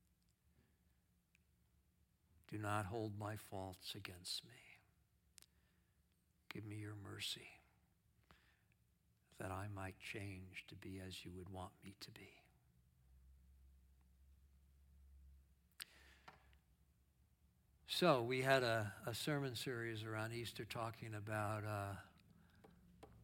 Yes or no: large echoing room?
yes